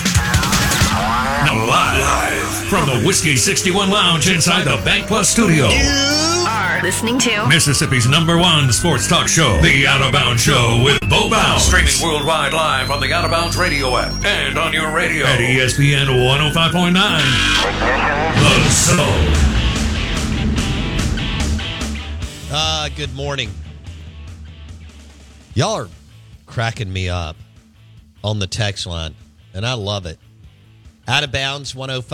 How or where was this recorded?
phone line